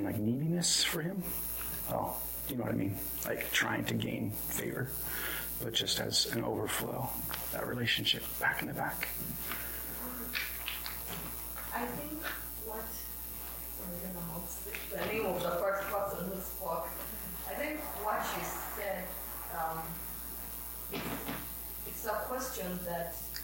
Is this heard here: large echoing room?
yes